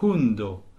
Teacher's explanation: Mais en fait on expire lorsque l'on prononce hundo. · Term: H aspiré